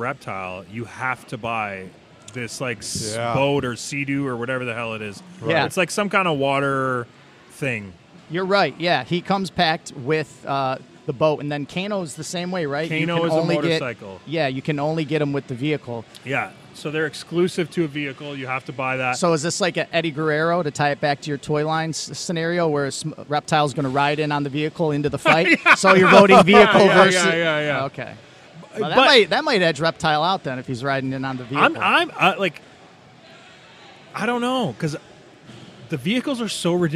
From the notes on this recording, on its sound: live from Really Cool Comic Con in Flint, MI!